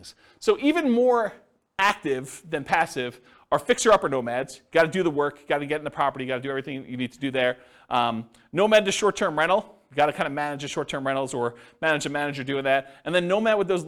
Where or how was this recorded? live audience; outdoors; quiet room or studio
live audience